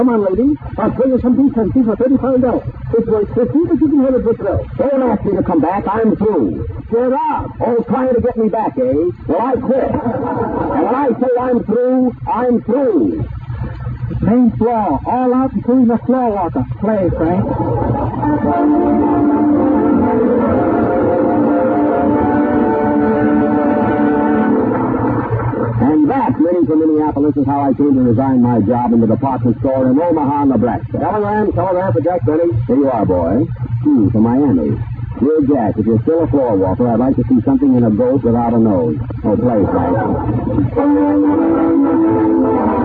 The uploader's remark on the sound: Audio is a bit on the mushy side, and the show starts already in progress.